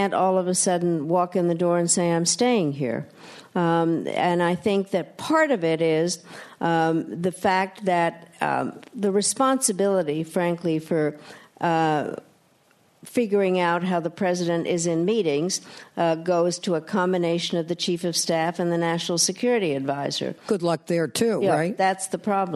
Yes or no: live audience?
yes